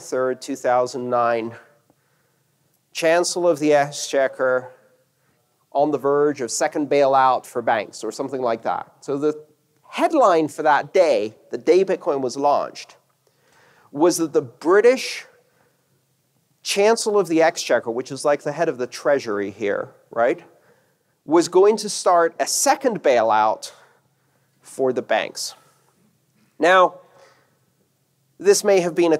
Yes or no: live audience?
yes